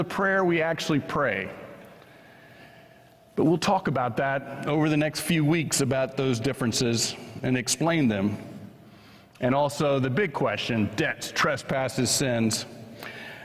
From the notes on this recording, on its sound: was preached at First Presbyterian Church of Allentown on July 9, 2023.